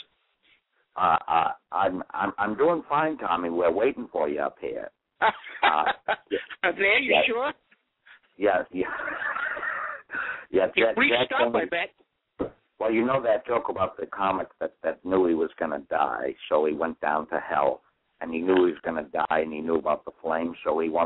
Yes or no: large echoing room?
no